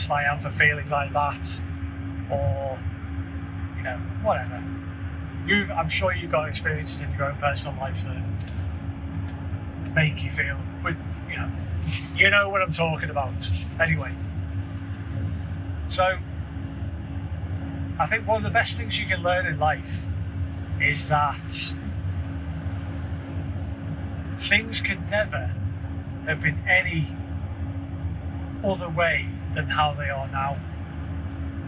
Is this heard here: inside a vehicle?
yes